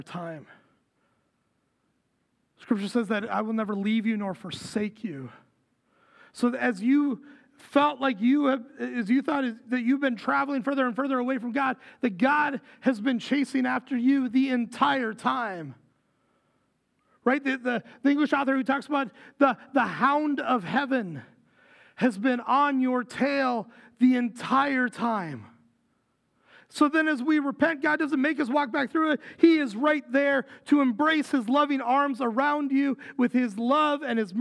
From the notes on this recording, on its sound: Recorded live at Word of Life Church in Le Sueur, Minnesota, on March 19, 2023